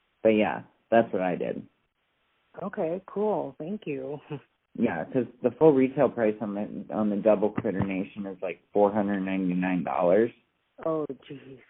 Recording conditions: phone line